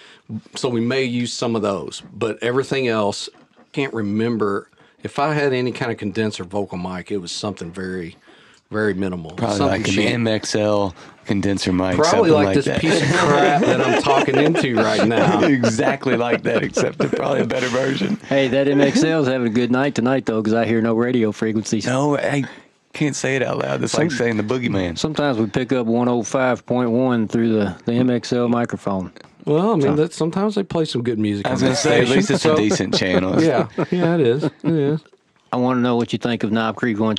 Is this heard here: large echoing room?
no